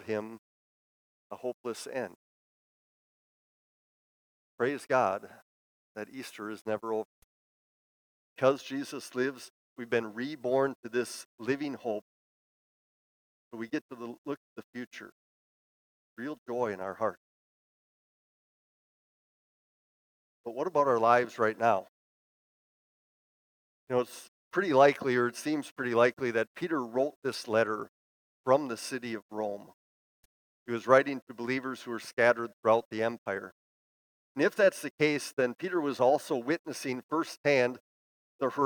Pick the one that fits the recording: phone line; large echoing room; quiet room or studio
large echoing room